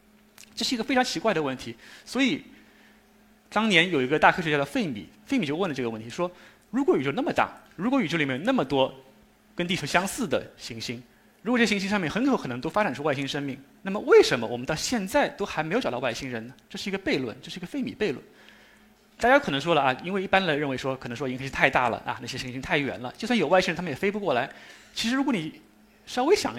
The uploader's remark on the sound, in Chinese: 一席现场